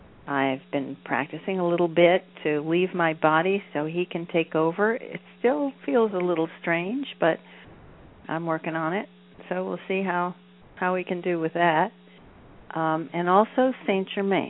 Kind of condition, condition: link, phone line